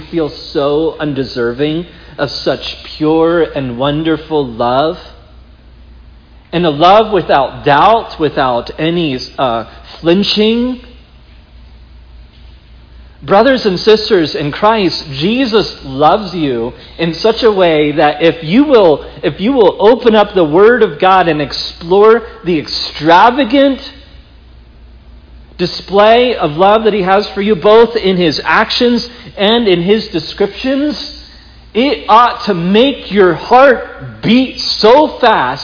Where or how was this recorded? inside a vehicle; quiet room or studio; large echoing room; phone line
large echoing room